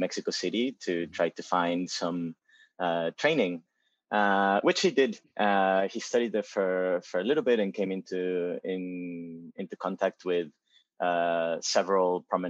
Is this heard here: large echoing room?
no